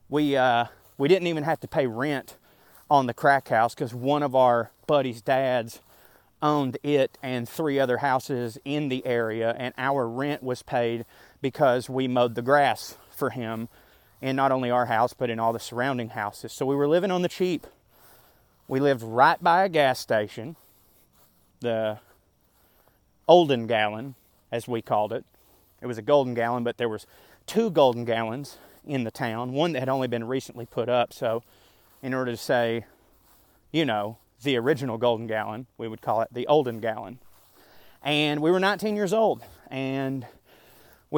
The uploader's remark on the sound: This here is a completely different twist on a “park rant”. I still very much recorded it while walking in the park. What I did, was click record, and talk out the essay exactly as I felt I would have written it.